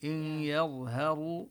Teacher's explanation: الراء مفخمة والضاء كذلك هنا مفخمة، الراء لأنها مضمومة.